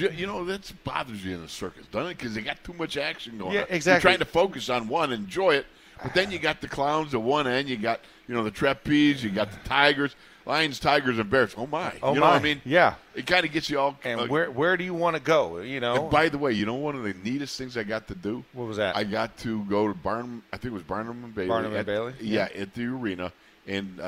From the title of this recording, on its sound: In the Locker Room Live from Steelers Camp Day 9